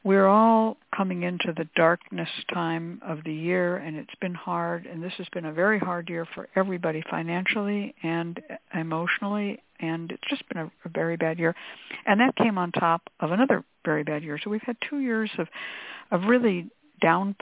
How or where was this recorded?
phone line